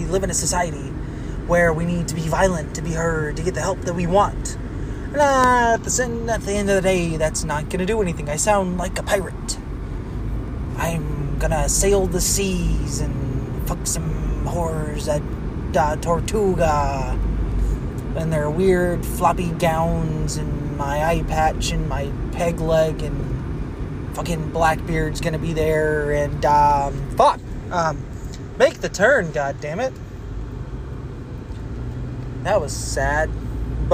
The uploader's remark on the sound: I scream from my car.